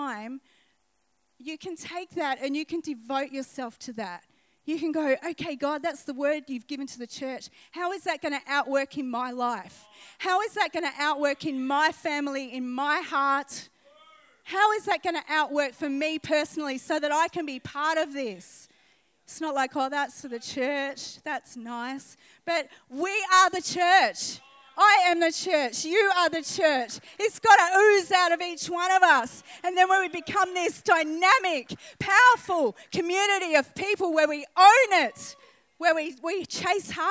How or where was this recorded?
live audience